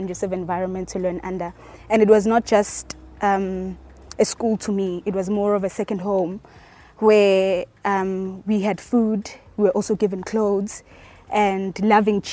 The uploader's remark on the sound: Live from the Heritage Tour's 1st stop in Durban.